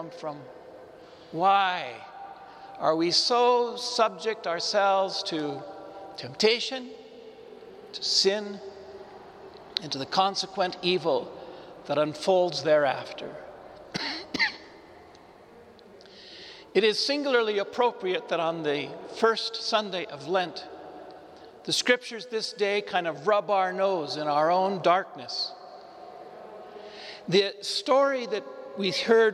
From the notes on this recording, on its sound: Homily delivered to the Saint Francis Catholic Community in Cuenca, Iglesia de San Francisco